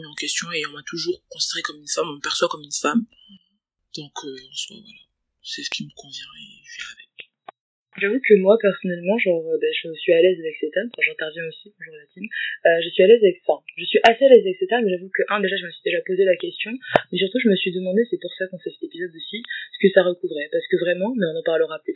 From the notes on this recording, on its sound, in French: Je m’excuse par avance du son hihi, j’ai enregistré cet épisode cet été ( et je ne l’ai monté que cette semaine shame on me) et la qualité de mon matériel n’était pas terrible terrible hihi.